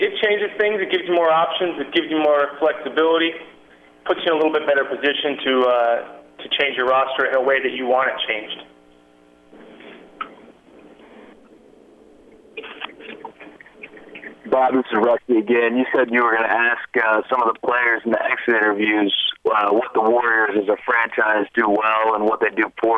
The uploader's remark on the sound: Conference Call